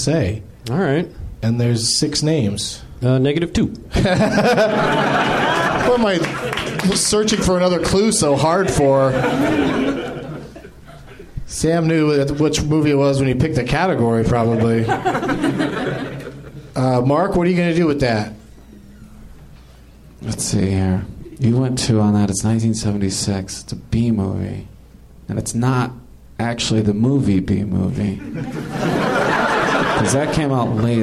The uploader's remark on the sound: Recorded live at the NerdMelt Showroom in Los Angeles, California on February 22, 2015.